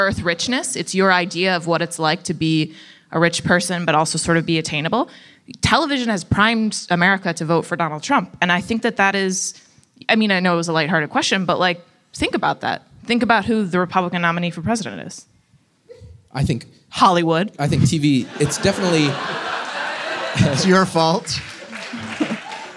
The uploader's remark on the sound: This episode was recorded live at the Crest Theatre in Los Angeles.